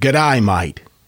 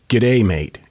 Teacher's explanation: in some parts of Australia, it seems to me that they say the A's the way that we say eyes · Shown in: first take · So it's like, g'day, mate, instead of g'day, mate.